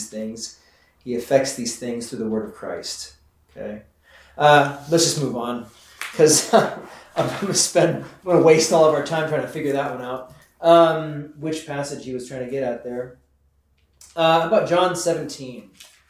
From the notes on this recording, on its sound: This is the audio from the 10am class we hold on Wednesdays.